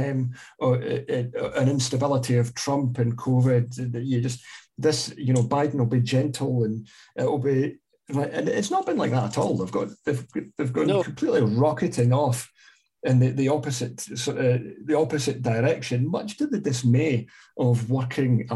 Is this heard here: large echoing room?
no